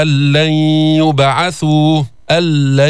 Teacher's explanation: إدغام كامل، إدغام محض بلا غنة، ذهبت الغنة لأنه هذا إدغام كامل، فدخلت النون في اللام، ثم بعده جاء الإدغام الناقص اللي هو غير مستكمل التشديد، أين هو؟